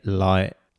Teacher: And then the last word, like, so normally finishes with that strong k sound, you will notice finishes with what we call a glottal stop. So it's like I go to say it, but then I don't.